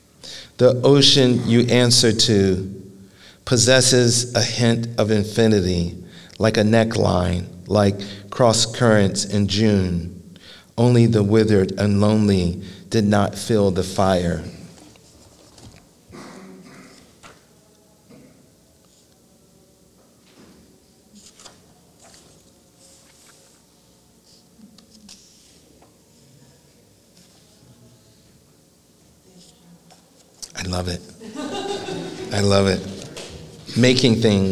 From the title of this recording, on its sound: live at The Philadelphia Ethical Society